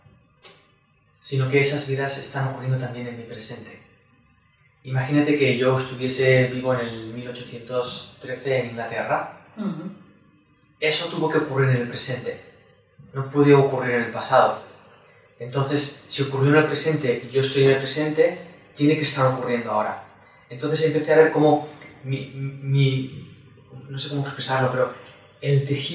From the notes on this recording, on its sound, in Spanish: Desafortunadamente el audio y la imagen de la entrevista no son de gran calidad.